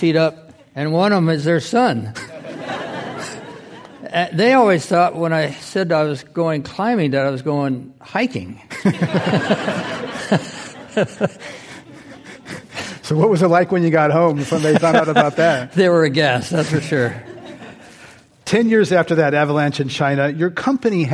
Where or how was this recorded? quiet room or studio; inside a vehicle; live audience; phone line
live audience